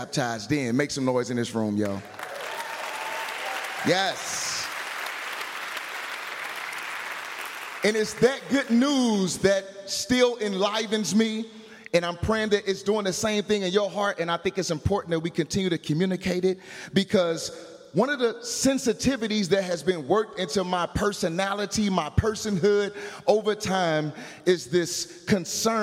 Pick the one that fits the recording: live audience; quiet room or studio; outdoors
live audience